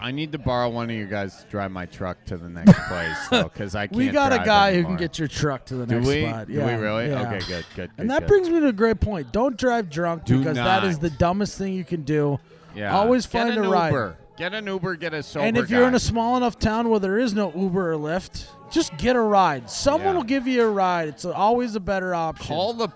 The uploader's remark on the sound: We are on location this week at The Newport in Milwaukee.